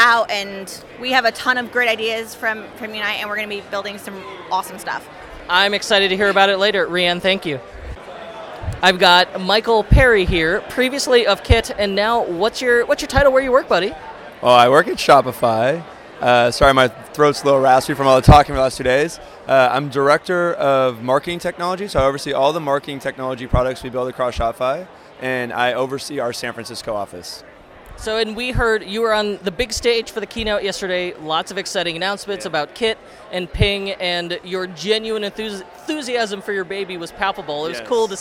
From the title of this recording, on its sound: Live at Shopify Unite 2018